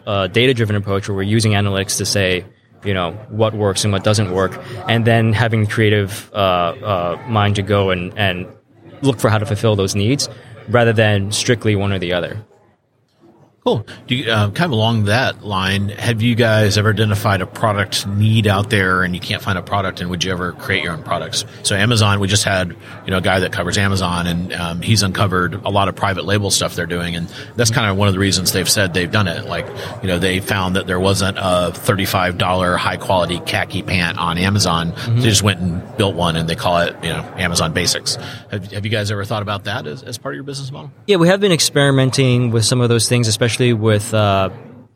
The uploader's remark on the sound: Live from the NRF Big Show.